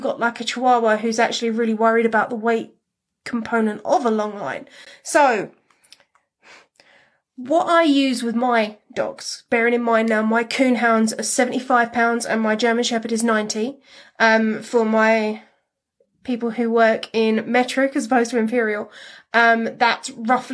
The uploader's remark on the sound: This episode comes from an instagram live